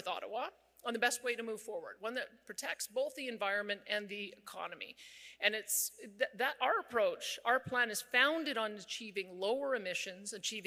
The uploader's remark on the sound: delivered a keynote address at the Carbon Capture Canada Conference in Edmonton